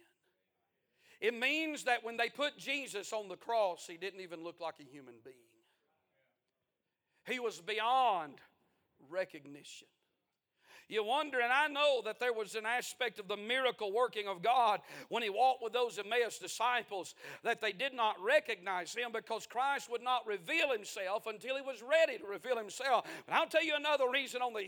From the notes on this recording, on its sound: A sermon preached On The 62nd Annual Homecoming Sunday Morning February 19, 2023.